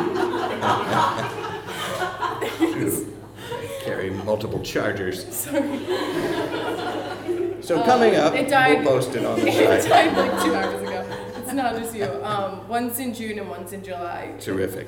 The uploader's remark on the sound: special live episode, recorded on May 14, 2014 at The PIT in NYC